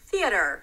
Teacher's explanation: We start with a voiceless T-H. Stick the tongue out and release it.